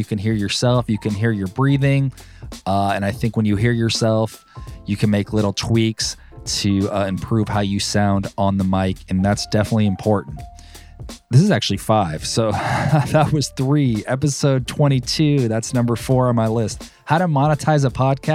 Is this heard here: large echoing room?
no